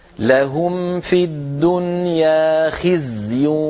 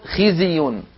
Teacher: الزاي أعطها حقها من الرخاوة والرخاوة هي جريان الصوت · Shown in: first take